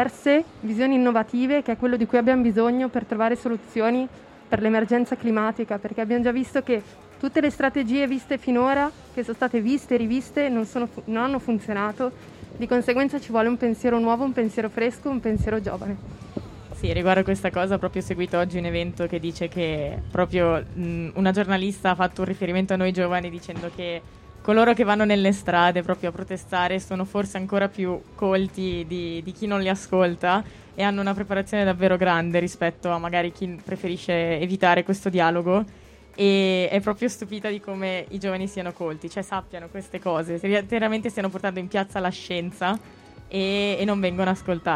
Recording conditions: outdoors